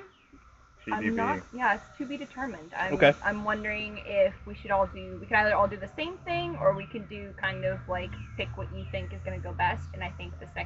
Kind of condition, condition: fault, sounds in the background